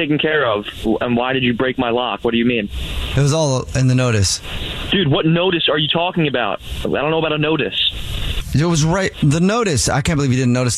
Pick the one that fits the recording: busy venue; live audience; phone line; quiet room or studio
phone line